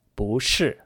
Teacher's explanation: 不 is normally pronounced in that fourth tone, but before another fourth tone word, like 是, it becomes 不 in the second tone. · Term: tone exception